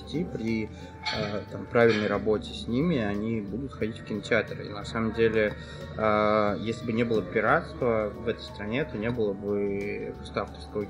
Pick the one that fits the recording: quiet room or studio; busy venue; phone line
busy venue